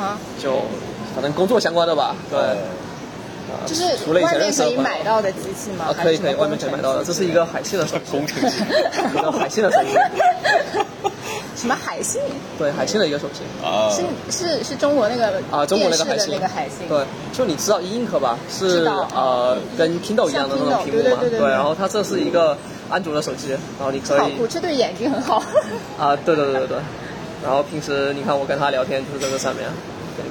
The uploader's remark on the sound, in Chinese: 随性地在新加坡路边漫谈。于是三人一同在当地一家娘惹菜餐厅以闲聊为主题，匆忙录制了本期番外篇节目。